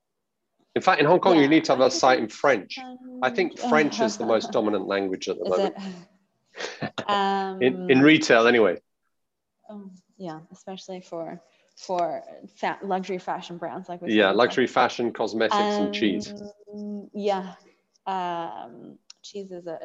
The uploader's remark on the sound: recorded on Zoom